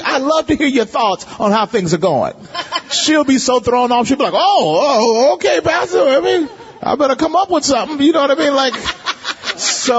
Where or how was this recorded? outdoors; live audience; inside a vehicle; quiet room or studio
live audience